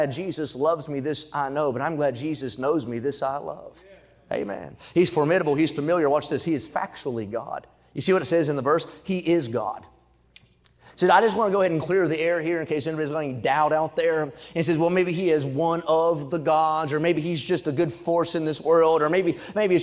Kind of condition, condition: setting, large echoing room